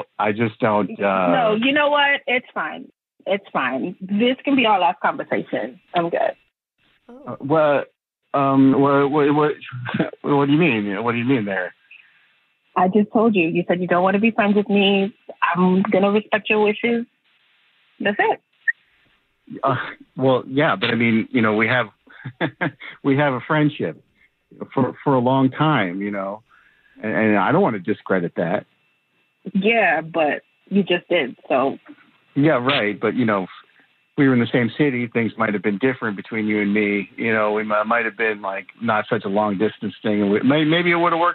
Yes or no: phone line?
yes